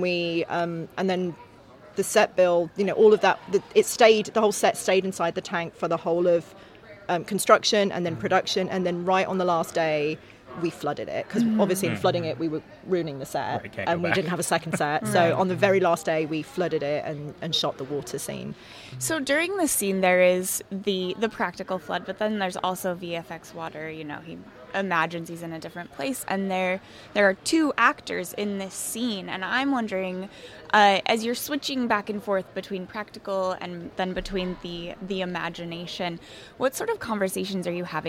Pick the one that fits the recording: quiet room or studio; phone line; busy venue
busy venue